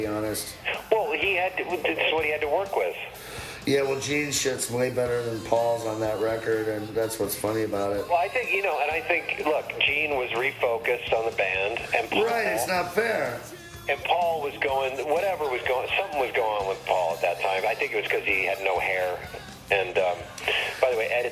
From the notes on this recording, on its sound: our longest phone call yet